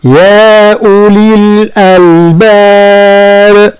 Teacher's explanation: الباء التي نقف عليها فهي مقلقلة لأن وقفنا عليها بالسكون